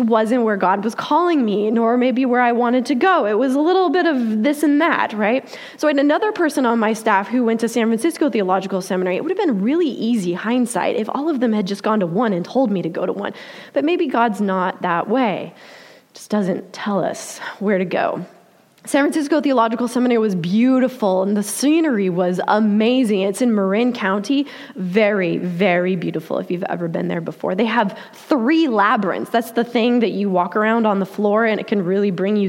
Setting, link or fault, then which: setting, live audience